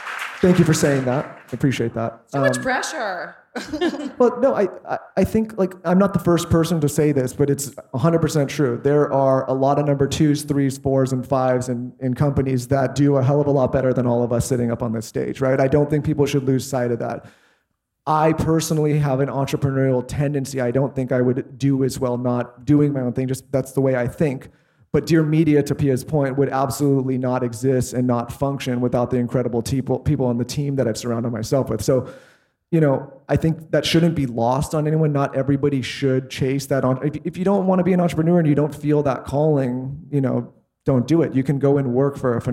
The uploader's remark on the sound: Business Panel from Dear Media IRL